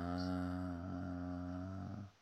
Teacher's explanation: deve essere una A un po' afona